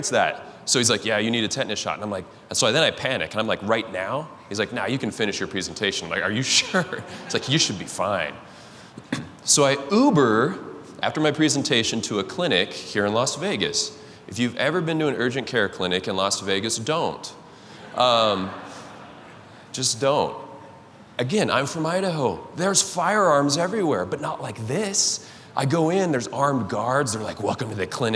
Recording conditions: live audience